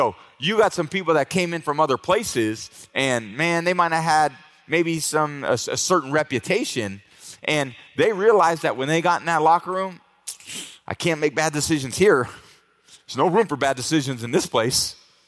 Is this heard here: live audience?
yes